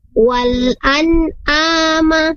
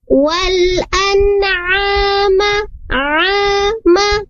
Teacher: Dengan harokatnya fathah, kasroh, atau doma, sukun sekalian pun tetap makhrajnya atau tempat keluarnya tetap di wasatul halq, tengah-tengah tenggorokan · Shown in: second take